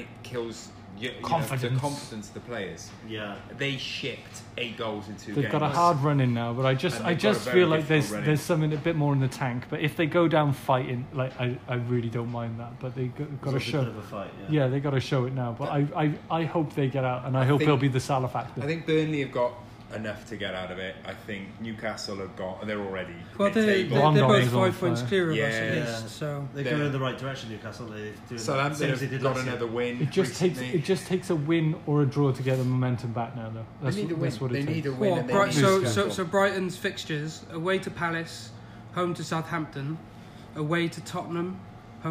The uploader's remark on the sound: Cardiff City X The Grazing Shed collaboration live from Cardiff City Stadium.